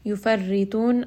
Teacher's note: ra in this case is going to be light, ta is going to be heavy